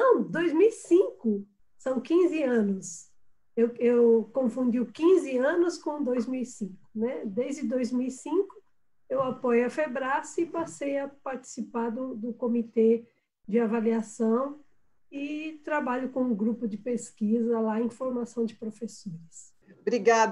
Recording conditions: video call